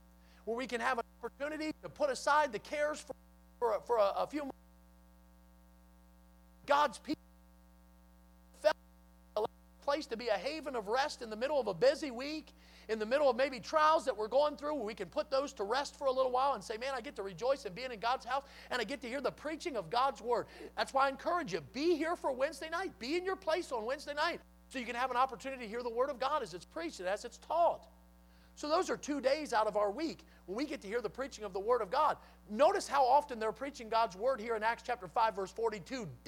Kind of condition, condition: setting, large echoing room